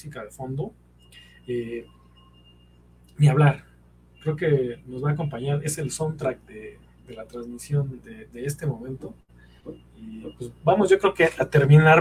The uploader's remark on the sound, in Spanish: La transmisión en vivo salió mal